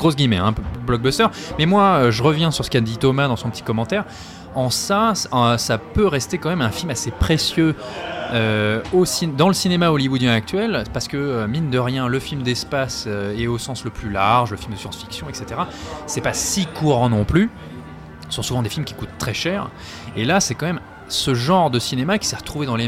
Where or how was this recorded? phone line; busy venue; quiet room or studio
busy venue